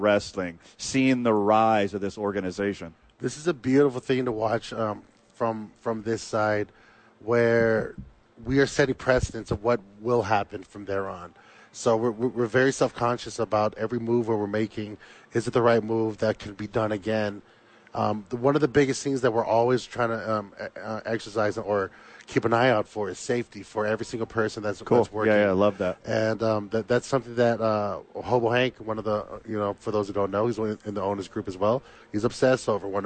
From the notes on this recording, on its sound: Live at The Duke Store.